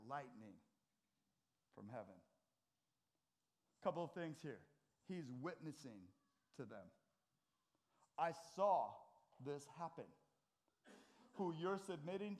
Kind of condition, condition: setting, large echoing room